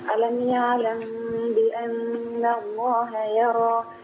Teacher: إخفاء الميم في الباء عند الباء